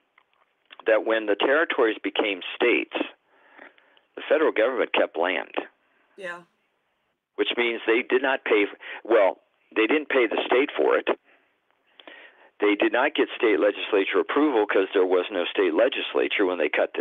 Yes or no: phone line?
yes